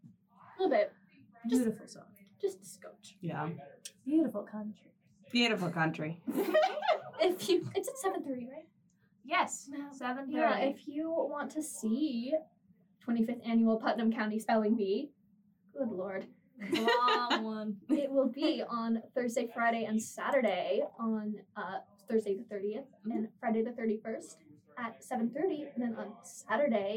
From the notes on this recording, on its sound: The recording computer decided that it hated us today and the audio was recorded on the incorrect microphone, so the audio quality is a little subpar.